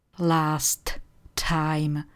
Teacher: Nemusíte vyslovovat obě hlásky T.